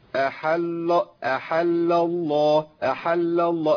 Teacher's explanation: ولام اسم الجلاله لام مشدده لامين، بس في فرق بين اللامين الاولين واللامين ايه اللي بعديهم. اللامين الاولين مرققين واللامين اللي بعديهم مفخمين